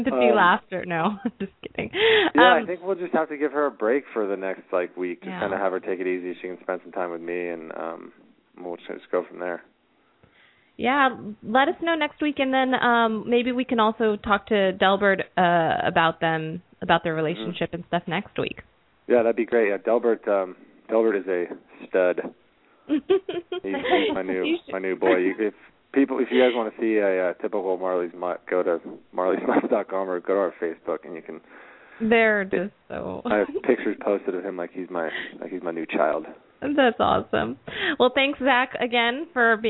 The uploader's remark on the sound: Open up the lines for listeners to call.